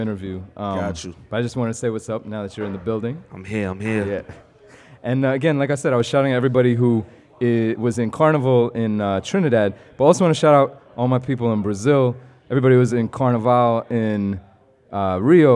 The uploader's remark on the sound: Broadcast live on March 7, 2019 from the storefront of Kinfolk 90 in Williamsburg, Brooklyn, New York City. Broadcast live on WAXX.fm.